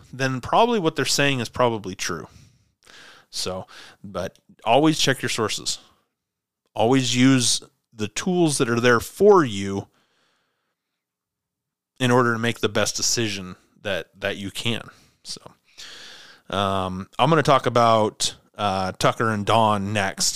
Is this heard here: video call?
no